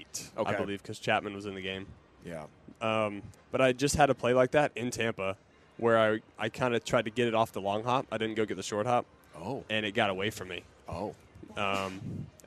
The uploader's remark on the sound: live from Rangers Fan Fest